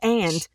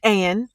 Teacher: I am going to drop the D because that is not how I say it to my friends · Shown in: second take